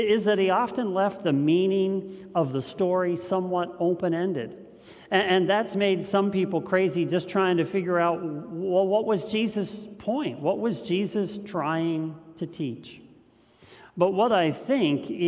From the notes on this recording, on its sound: This message was first preached on March 7th 2021 at Linglestown Life Church in Harrisburg PA.